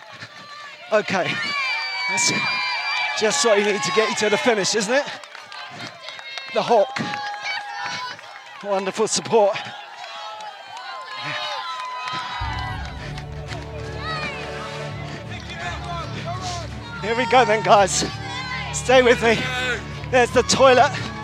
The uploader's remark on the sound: live and direct from the 2023 Brighton Marathon